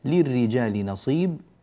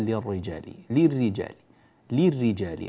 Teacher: في قوله تعالى للرجال نصيب، الآية السابعة التي بدأنا بها، للرجال نصيب، الراء هنا مرققة، بعض الناس يفخم الراء، لا أدري لماذا، لكن هذا غير صحيح، لا يقال للرجال، للرجال، للرجال، الراء مرققة لأنها مشددة بالكسر، والراء المكسورة دائما حكمها الترقيق · Shown in: first take